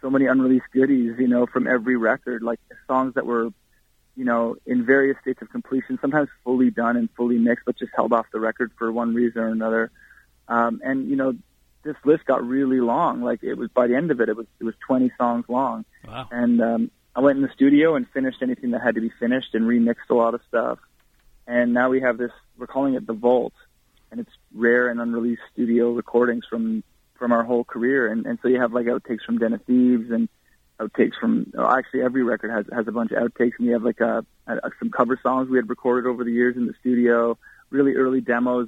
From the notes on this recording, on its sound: called